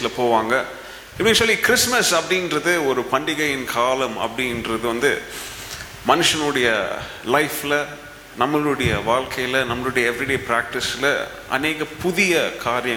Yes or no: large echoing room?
yes